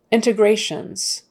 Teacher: The accent is on the next to the last syllable, which is often the case for long words, but not always, but often.